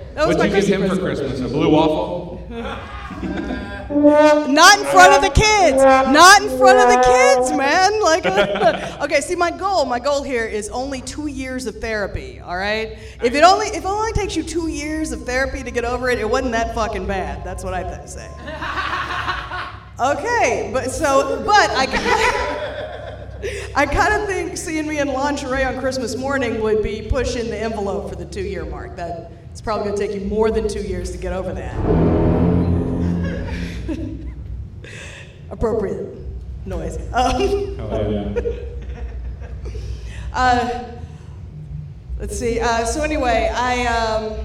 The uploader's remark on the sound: This late-night talk show-meets-podcast setting. Recorded LIVE from Shark's Comedy Club in Dallas, Texas.